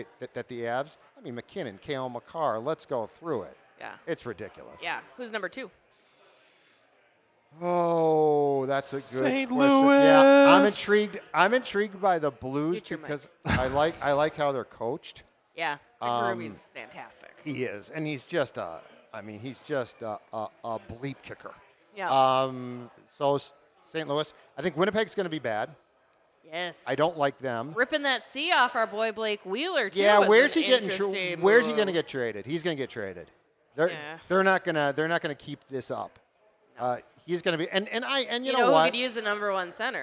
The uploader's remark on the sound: Went live from JL Beers in Burnsville as preseason camp for the Minnesota Wild began.